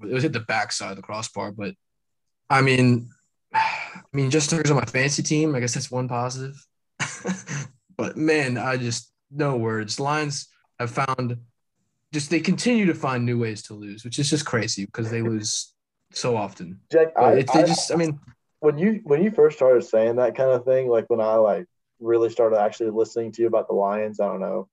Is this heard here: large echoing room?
no